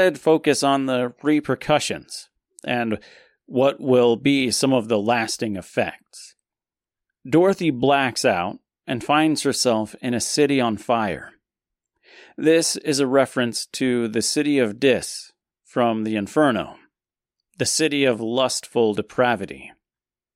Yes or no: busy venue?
no